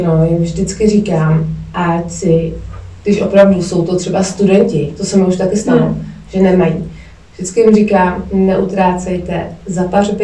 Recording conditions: poor sound quality